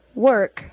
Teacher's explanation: Work, though it is spelled with an O-R, is pronounced as schwa plus R.